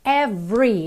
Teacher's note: esse E do meio não é pronunciado